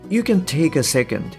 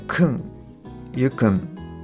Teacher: 母音が落ちて、くん、ゆくんのようなあの音になってます